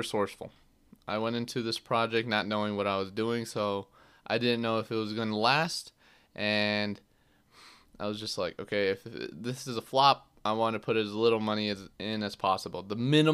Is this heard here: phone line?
no